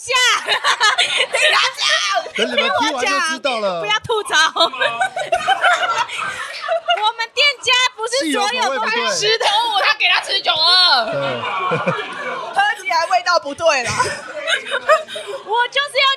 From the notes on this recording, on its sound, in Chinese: 這次的 Live Podcast 活動非常感謝咖哩逗陣贊助場地